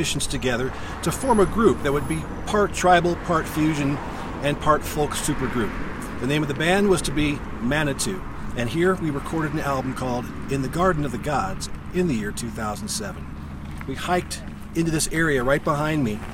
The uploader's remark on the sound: A visit to The Garden of the Gods in Colorado Springs, Colorado. Performs one of the tracks in the park.